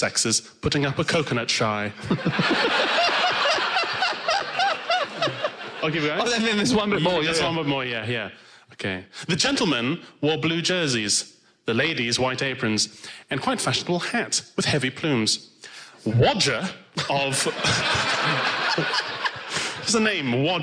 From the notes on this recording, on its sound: Recorded live in London.